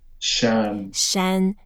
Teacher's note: It's a first tone, so it's flat.